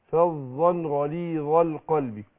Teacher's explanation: الظاء بتخرج من ظهر طرف اللسان مع اطراف الثنايا